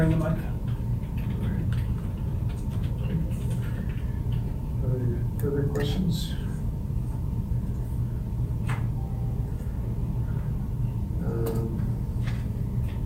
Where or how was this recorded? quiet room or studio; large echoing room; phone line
large echoing room